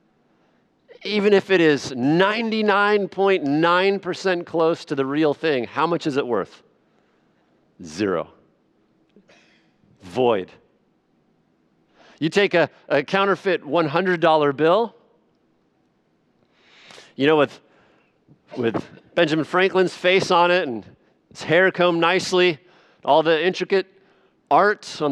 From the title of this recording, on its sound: Sunday Evening Worship Service